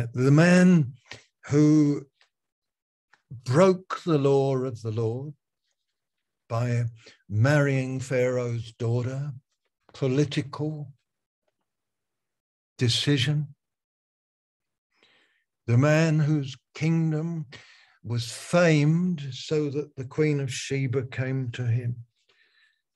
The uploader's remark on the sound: Malaysia Meets (Zoom).